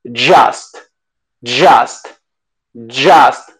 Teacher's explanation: No va a ser un sonido continuo como el zh, sino que este, al ponerle la D adelante, va a sonar como ya, ya. · Pones como que vas a decir la D y terminas diciendo j